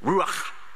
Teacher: And you can't say ruach like that because it's Hebrew, which means that CH makes that guttural sound. It's like you got something stuck in the back of your throat, like ha. You got to do that.